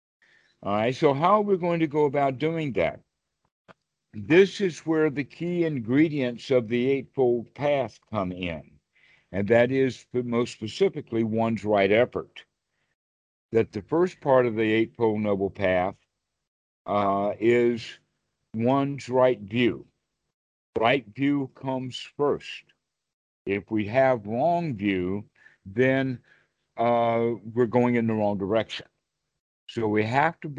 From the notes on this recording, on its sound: skype calls on this channel